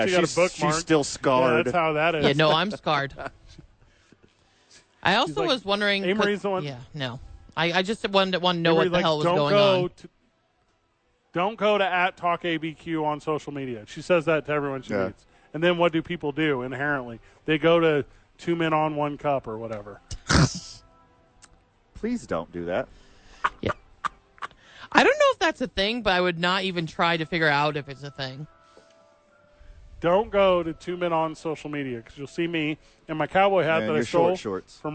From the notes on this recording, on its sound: live from Safe House!